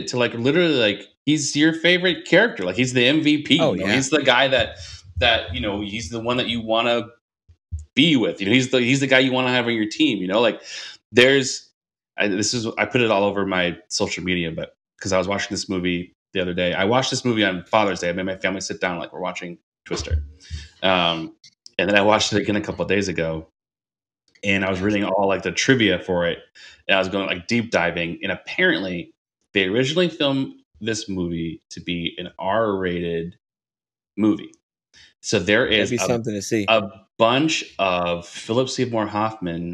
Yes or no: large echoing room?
no